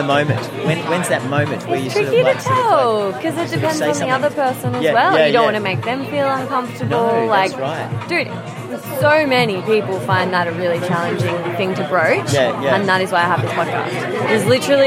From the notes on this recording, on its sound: Interviews with festival goers of Comfort Creek festival where I set up a LIVE interactive version of The Labia Lounge for the first time ever! Along with various passers by that came to check out what this big velvet p*ssy couch was all about.